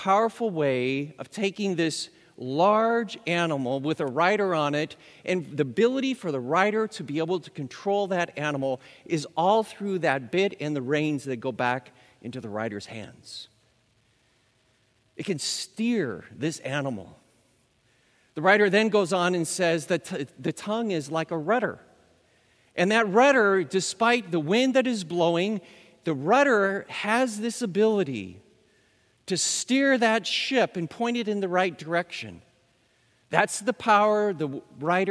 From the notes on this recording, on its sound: Recorded live at Beatitudes Church in Phoenix, AZ